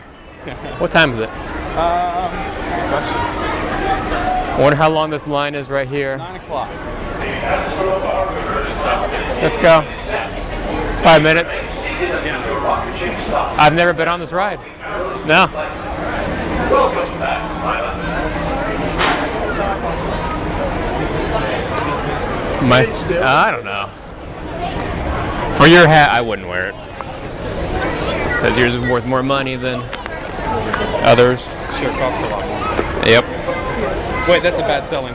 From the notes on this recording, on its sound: were having a great time at a Cider Fest in Louisburg, and of course recorded a little bit of audio fun